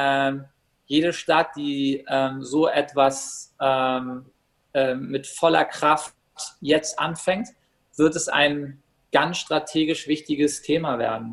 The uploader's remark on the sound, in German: aufgenommen diesmal virtuell zwischen Berlin und Barcelona